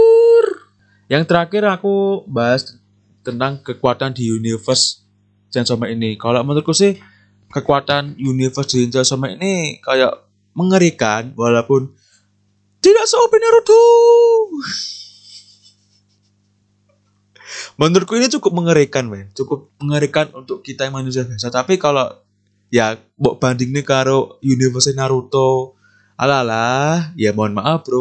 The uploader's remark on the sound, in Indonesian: Mohon maaf kalau suaranya di episode kali ini jelek.